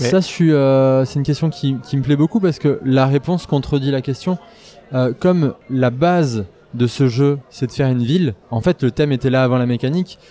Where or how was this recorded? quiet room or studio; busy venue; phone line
busy venue